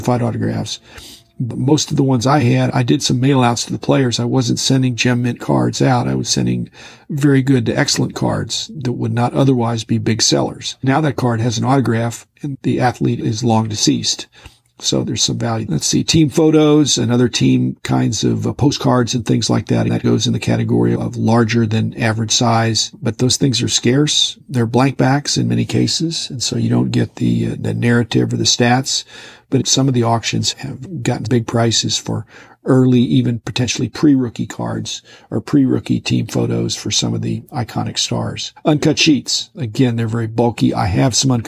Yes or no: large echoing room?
no